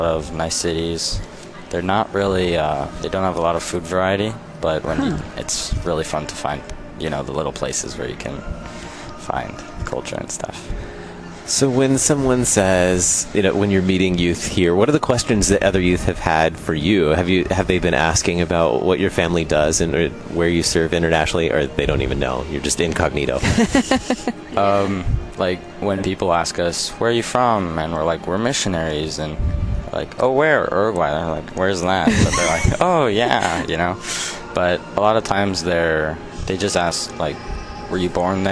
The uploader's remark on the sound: Live at LCMSYG. Live from the LCMS Youth Gathering.